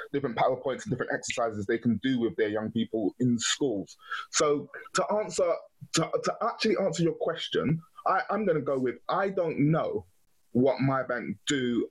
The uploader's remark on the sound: Roundtable. Joined on Zoom by a plethora of enthusiastic participants.